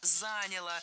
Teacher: Ударение не ставим на окончание ни в коем случае.